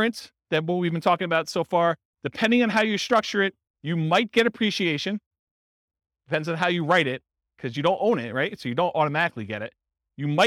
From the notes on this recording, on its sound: This was a live class recorded. In Ventura, California.